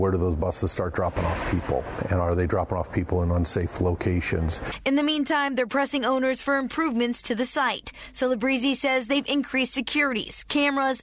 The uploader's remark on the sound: Portions of a news conference held Thursday in front of the Ohio Statehouse